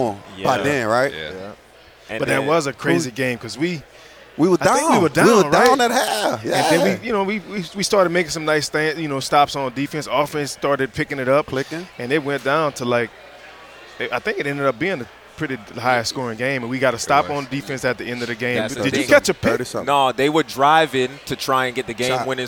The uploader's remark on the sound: at the CFL Alumni Association's Legends Luncheon on Friday at LIUNA Station